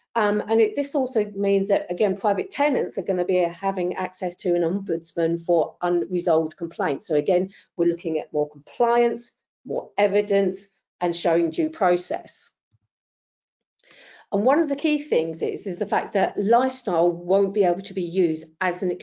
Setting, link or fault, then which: link, video call